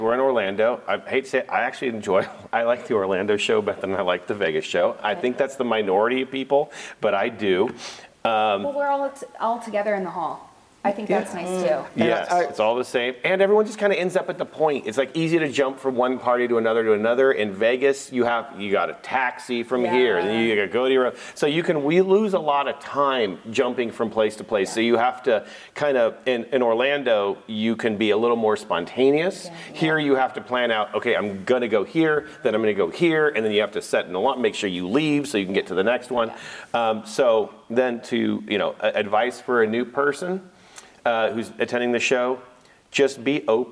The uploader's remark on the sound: Live From InfoComm 2022